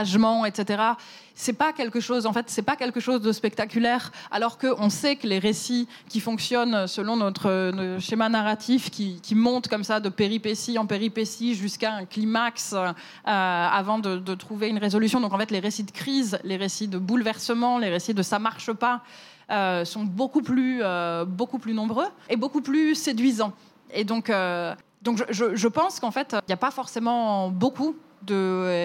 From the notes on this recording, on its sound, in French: cet épisode a été enregistré à la Gaîté Lyrique